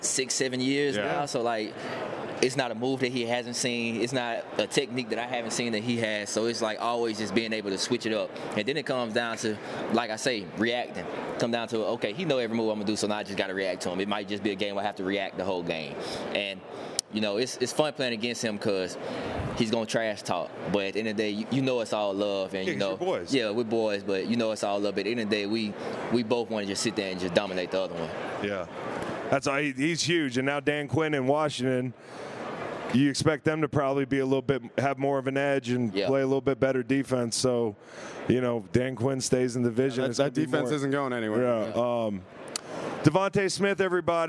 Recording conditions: busy venue